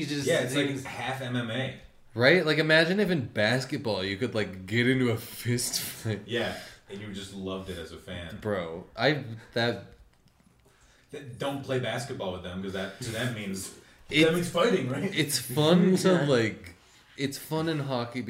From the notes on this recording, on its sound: We record together in person for the very first time! The microphone was positioned weird so it sounds bad!